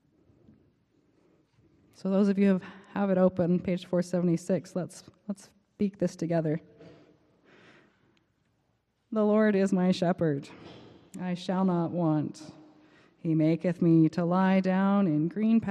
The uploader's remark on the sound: Preached on March 19 2023 at the Cathedral Church of St. Mark in Salt Lake City.